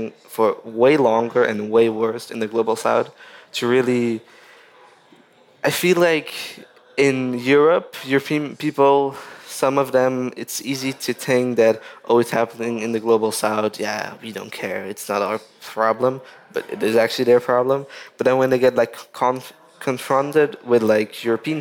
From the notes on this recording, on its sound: This Nordic Talks episode is the third of five special podcast episodes, recorded at COP28 in Dubai.